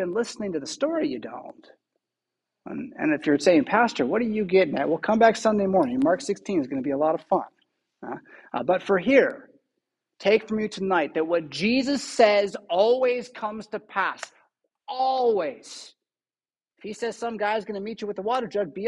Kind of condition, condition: setting, large echoing room